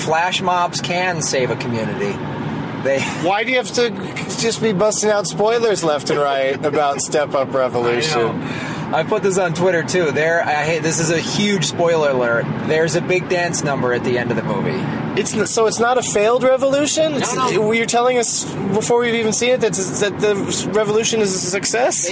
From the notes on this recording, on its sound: Rental Car XV. While driving to the airport.